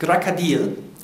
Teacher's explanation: Empfohlene Aussprache ist Krakadil mit der Betonung auf dem I. Die einfache Faustregel ist, unbetonte O's werden wie A's gesprochen.